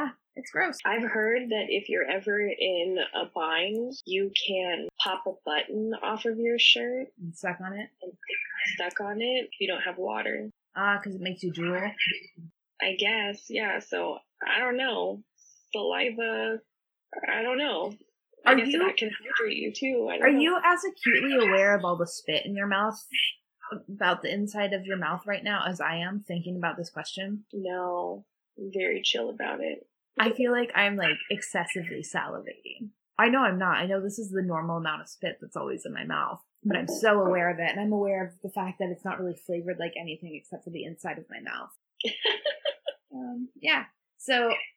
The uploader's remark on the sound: the audio is a little wonky